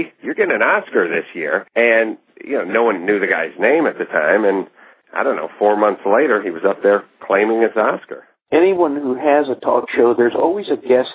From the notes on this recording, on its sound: This interview recorded over the telephone for the radio.